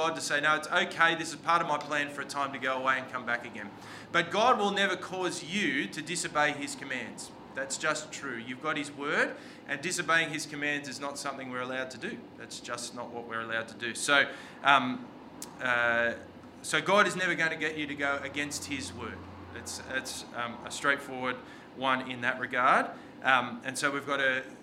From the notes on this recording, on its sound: This sermon was preached on the 25th of June 2023 at all services of Helensburgh and Stanwell Park Anglican Church.